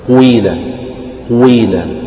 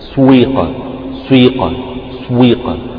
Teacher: فتبدأ يعني بجزء ضم وبعده جزء كسر · Term: جزء ضم وجزء كسر